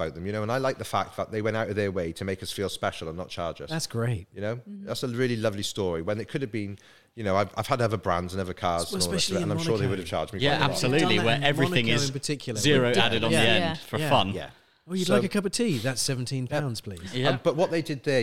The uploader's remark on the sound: This weeks recording took place within the home of Baffle Culture - The Baffle Haus. Live from the Baffle Haus. A podcast recording is always extra-fun when surrounded by the most fantastic cars and bikes!